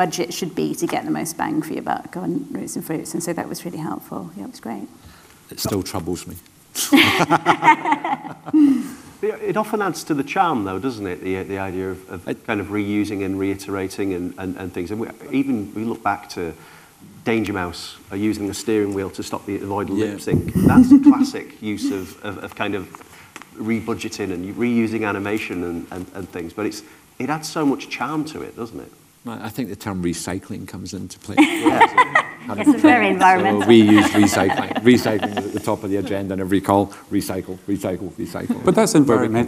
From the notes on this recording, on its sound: Live from MOVE Summit 2024